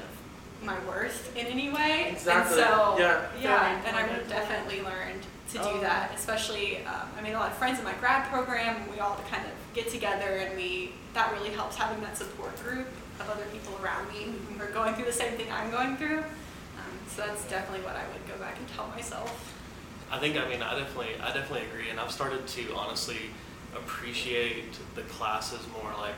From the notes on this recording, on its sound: On location at this year's University of Alabama Languages Conference. The GradLings host a panel of awesome grad students.